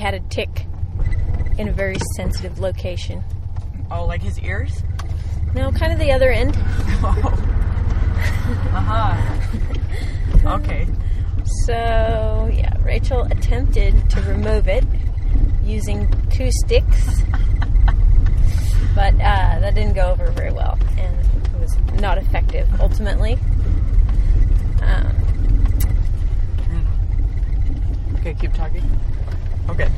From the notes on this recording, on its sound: This recording is short and not the best quality, due to the fact that we were recording in my noisy little car but I think that only adds to it!